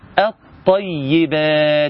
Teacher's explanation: اللام ادغمت في الطاء، اللسان بدل ما يروح هنا ويرجع تاني يجي هنا، قال لا لا لا، انا خلاص في هنا لام شمسيه، طيب انا هضغط هنا واحقق مخرج الطاء وتشدد ونخلي اللام دي ادغمت في دي.